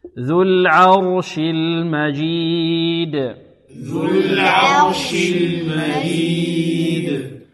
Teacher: العين مرققة والراء مفخمة